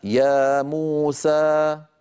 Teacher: يعني يا موسى، لما أقول أنا يا موسى هذا المقدار من أول ما نطقت إلى أن سكت، يا موسى مجموعه ست حركات، لأن يا بمقدار حركتين، مو بمقدار حركتين، سا بمقدار حركتين، فمجموع الكل صار ست حركات · Term: الطول